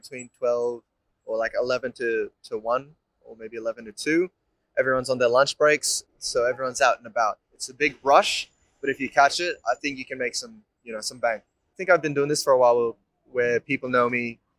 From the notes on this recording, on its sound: Interview recorded on June 8, 2023 (Swanston Street, Melbourne Central Business District)